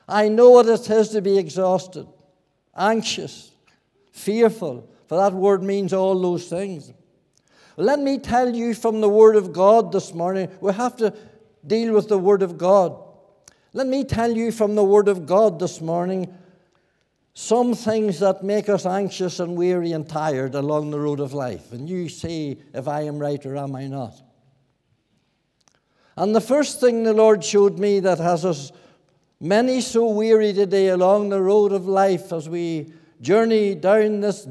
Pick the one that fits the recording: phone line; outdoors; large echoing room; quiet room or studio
large echoing room